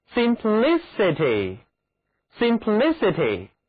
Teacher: simplicity 这个词重音落在后半部分